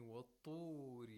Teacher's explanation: You have to raise the root of the tongue while pronouncing ta. · Term: isti'la